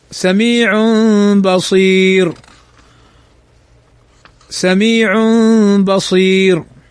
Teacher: تنوين بعده الباء فيقلب التنوين ميما · Term: الإقلاب